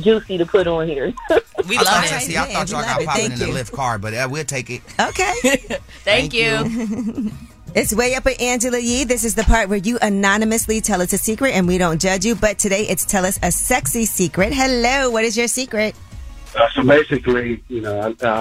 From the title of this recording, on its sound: Listeners Call